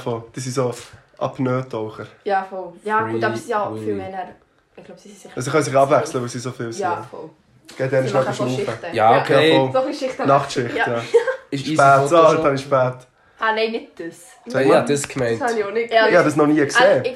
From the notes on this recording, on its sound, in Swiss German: Audioqualität hüt nid bsundrigs der Hit, wüu i der kack adapter ha verlore und i d Mikrophon nüm cha ihstecke